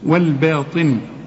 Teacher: الطاء مفخمه وفي اخر درجات التفخيم لانها مكسوره